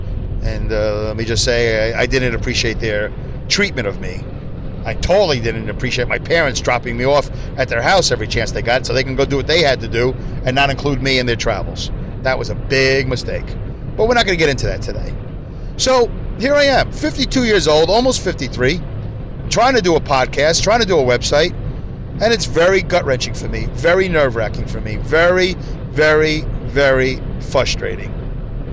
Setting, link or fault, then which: setting, inside a vehicle